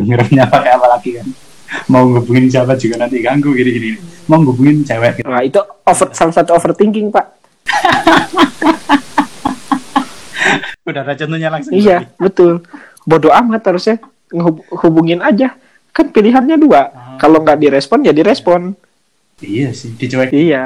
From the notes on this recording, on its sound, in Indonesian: Proses rekaman dari jarak jauh membuat suaranya putus-putus disebabkan gangguan sinyal. Ada yang tumpang tindih atau juga membingungkan akibat efek delay suara.